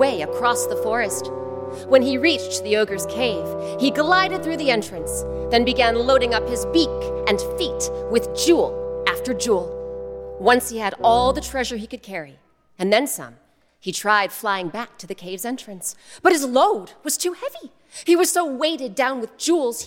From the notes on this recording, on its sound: Recorded live at Tanglewood with members of the … and an all-star cast.